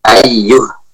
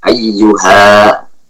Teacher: waqaf dengan suara ha yang sukun · Shown in: first take · Ayyuh, tidak waqaf dengan alif, ayyuha, tidak, ya, walaupun asalnya adalah ayyuha, namun karena tertulis dengan tanpa alif, maka kita waqafnya dengan suara ha, ayyuh.